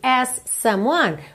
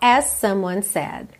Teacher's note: você liga num S só